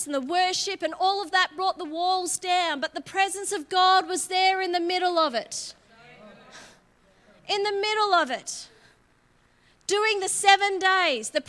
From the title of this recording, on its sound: LIVE at Echo Church